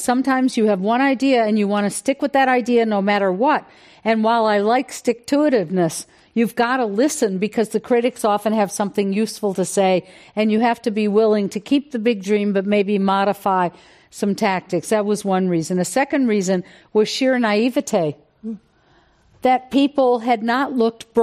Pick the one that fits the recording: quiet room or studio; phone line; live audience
live audience